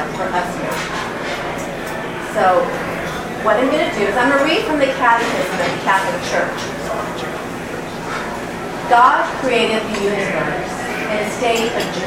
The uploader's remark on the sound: Arlington TOT is held on the second Monday of each month at O'Sullivan's Irish Pub located at 3207 Washington Blvd., in Arlington, VA, across from St.